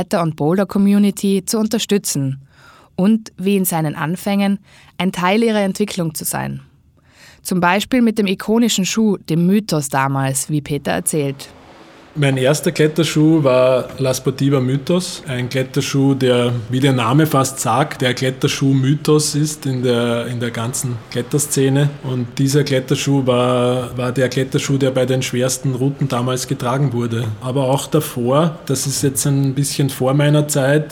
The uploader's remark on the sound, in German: Im Rahmen der LaSportiva Climb World Tour waren wir in der Boulder Bar in Wien. Wurde im Rahmen der Climb World Tour in Wien aufgenommen.